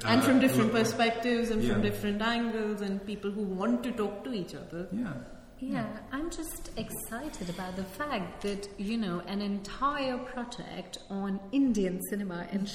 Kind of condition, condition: setting, large echoing room